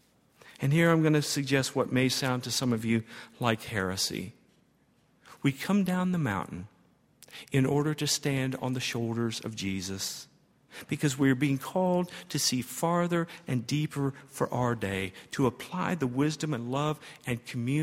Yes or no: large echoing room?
yes